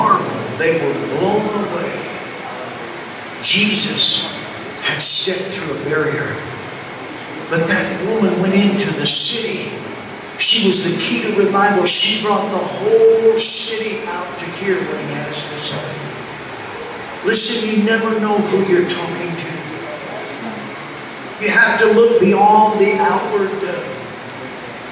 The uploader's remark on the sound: LOW SOUND QUALITY